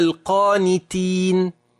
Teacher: القام هنا مفخم، القانتين تين هنا مرقق